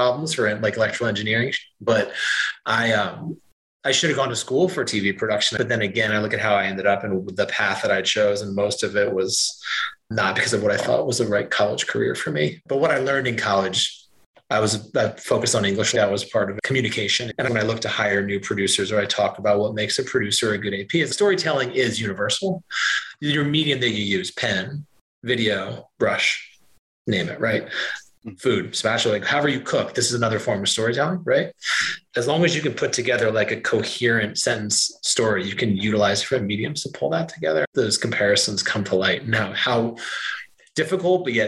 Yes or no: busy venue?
no